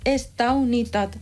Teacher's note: Es crea un diftong, au.